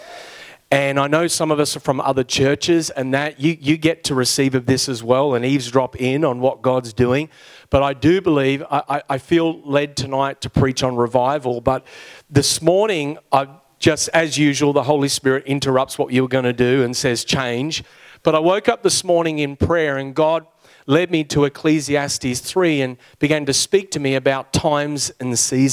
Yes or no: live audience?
yes